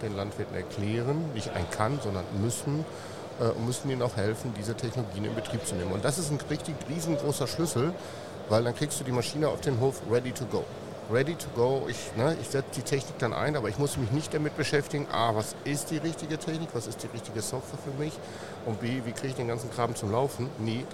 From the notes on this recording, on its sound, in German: Wir schnacken in dieser Folge live auf der Agritechnica in Hannover